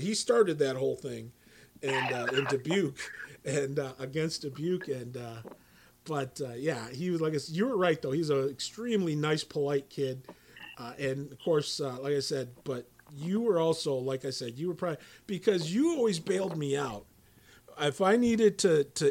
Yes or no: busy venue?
no